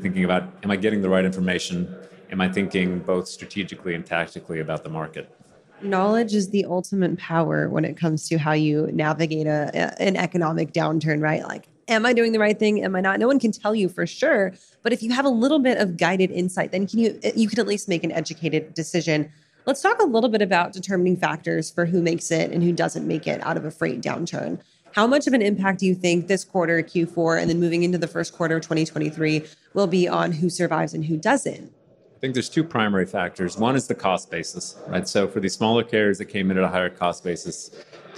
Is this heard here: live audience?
yes